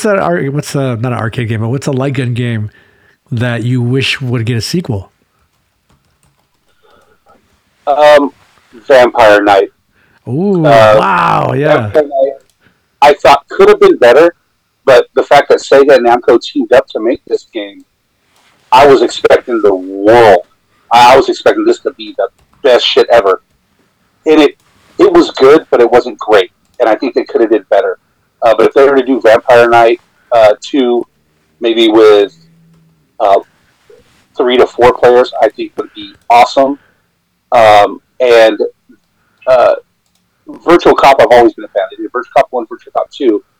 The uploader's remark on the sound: Audio is a little rough on this one just because we used zoom instead of our usual client Riverside.FM.